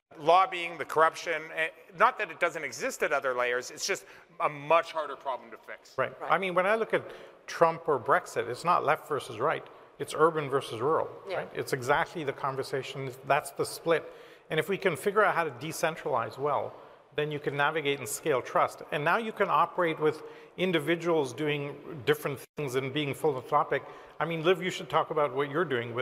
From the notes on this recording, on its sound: The panel occurred on Friday, June 10, 2022, the second day of CoinDesk’s Consensus 2022 festival in Austin, Texas.